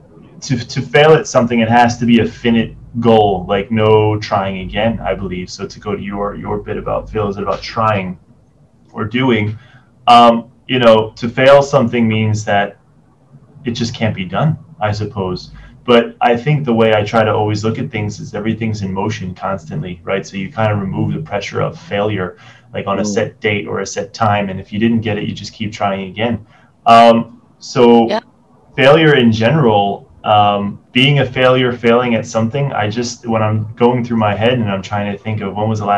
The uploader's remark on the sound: Due to the situation in Hong Kong, we are doing our 1st Zoom meeting.